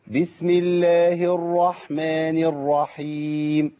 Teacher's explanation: ما ينفعش ان انا ارقق الراء · Term: نفخم الراء